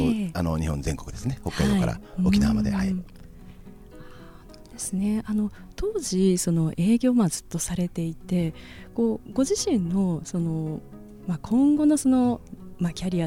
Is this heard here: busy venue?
no